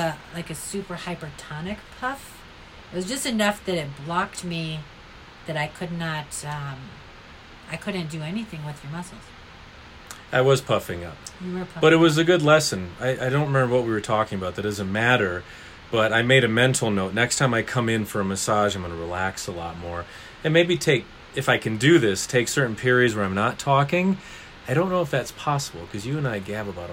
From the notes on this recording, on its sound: That sound you might hear in the background is a fan we were unable to turn off. This is the first podcast I recorded with the guest in the room with me (we recorded in her studio).